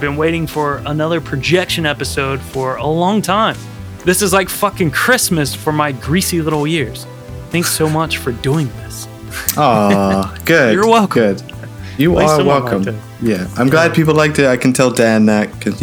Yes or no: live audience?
no